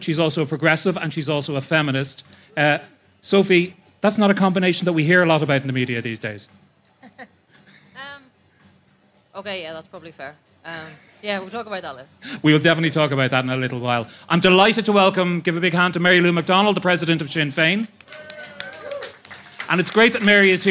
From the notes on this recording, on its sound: Live at Body & Soul. For a special live recording of the podcast at the Body & Soul festival last week.